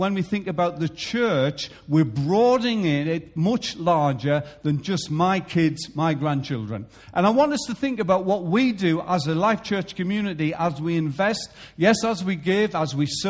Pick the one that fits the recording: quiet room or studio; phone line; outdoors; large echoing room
large echoing room